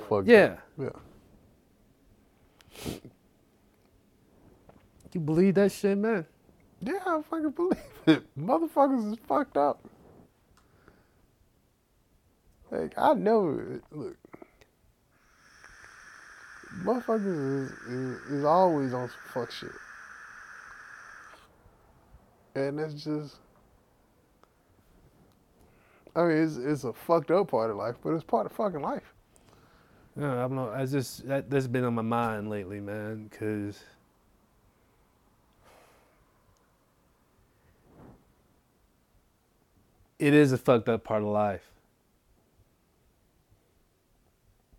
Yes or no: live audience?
no